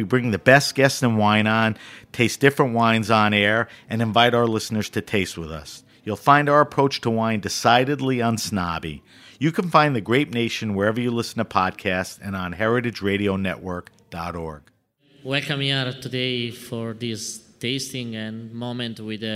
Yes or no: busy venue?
yes